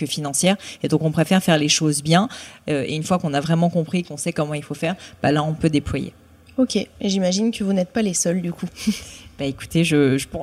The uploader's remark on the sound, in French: Il s'agit d'une conversation enregistrée en live, lors d'un événement à Lyon : les Biz Talk by Gemmyo. Surtout la conversation étant enregistrée en live. On a eu plein de questions du public.